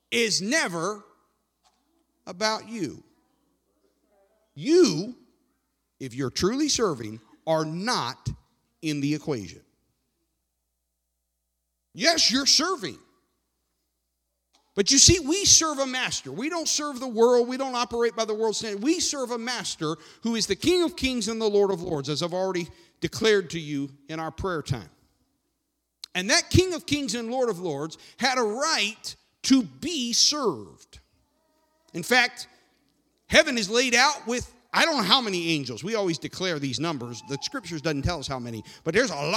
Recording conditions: large echoing room